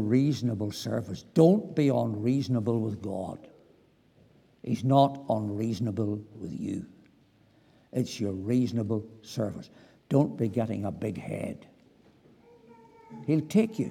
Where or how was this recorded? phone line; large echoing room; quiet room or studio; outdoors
large echoing room